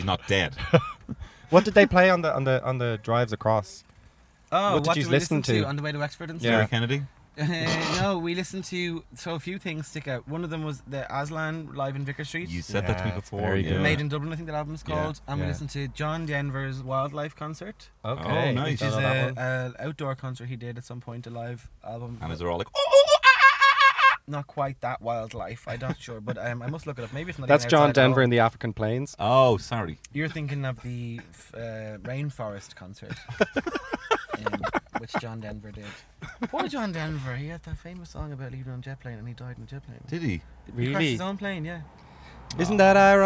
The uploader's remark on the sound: recording live from Toyota Aygo X!